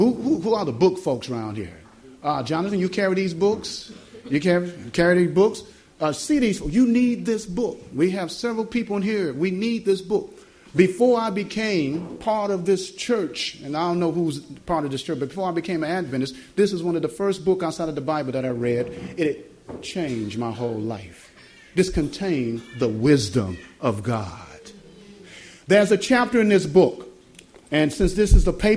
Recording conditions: live audience